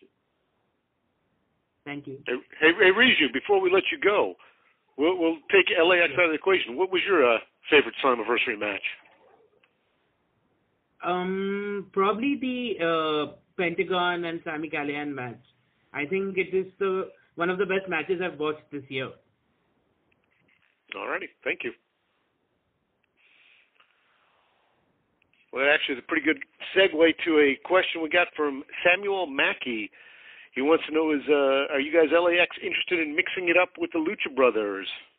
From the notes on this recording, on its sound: Media Teleconference Interview